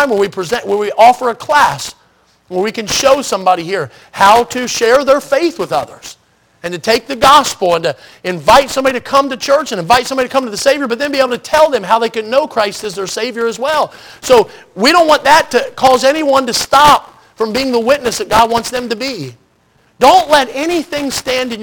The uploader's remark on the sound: in the Sunday Morning Service on January 21, 2024, at Victory Baptist Church in Boonsboro, Maryland.